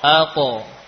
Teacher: Ya, suaranya terangkat ke atas. · Term: qalqalah